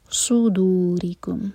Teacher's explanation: صاد heavy, را کے نیچے کسرہ تو را باریک